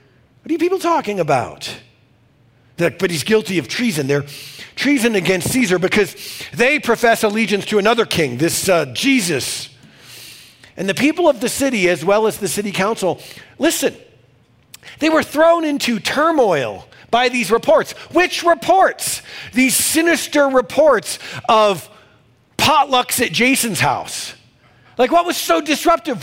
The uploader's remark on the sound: These messages are recorded during our weekend services in Denver, Colorado.